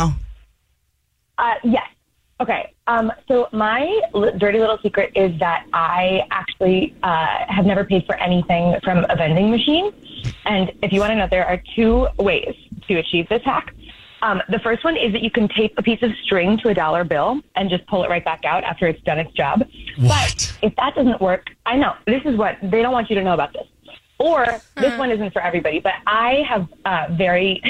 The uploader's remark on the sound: There is a woman on the phone